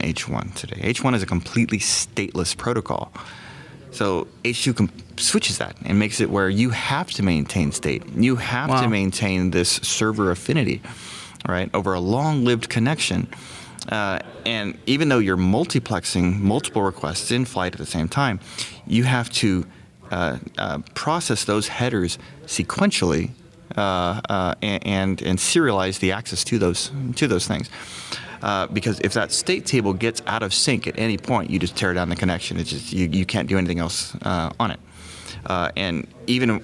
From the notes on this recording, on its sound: In this special episode recorded at Node Interactive 2016 in Austin, TX.